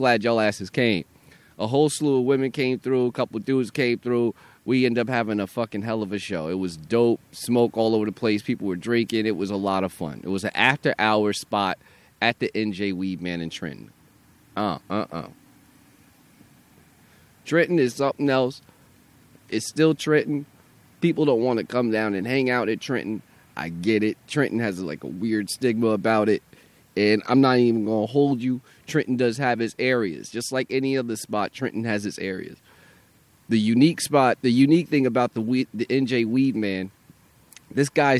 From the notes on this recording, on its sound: Had a great first show produced in Trenton, NJ at the NJ Weedman Joint Restaurant, this will be a monthly show.